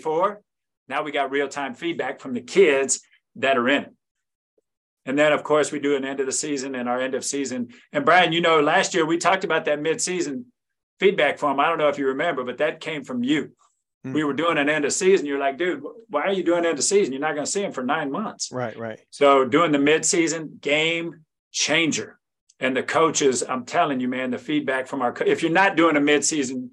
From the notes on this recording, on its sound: In this live 55min group coaching call